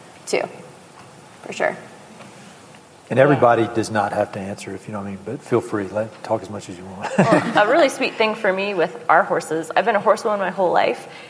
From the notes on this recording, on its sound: This episode is a special recording from a Mountain & Prairie live podcast in Bozeman, Montana. More than 300 folks gathered at the historic Ellen Theatre in downtown Bozeman to watch, listen, and participate.